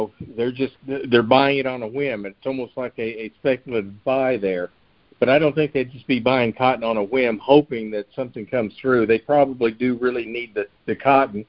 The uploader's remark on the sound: Monthly Conference Call